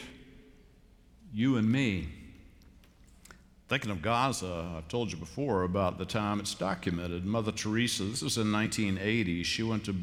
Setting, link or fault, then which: setting, large echoing room